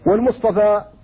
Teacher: فاصلها مصطفى بالتاء، لكن ابدلت التاء طاء للاطباق الذي قبلها في الصاد · Term: تبدل طاء